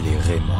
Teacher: la voyelle est limite plus proche d'un en que d'un on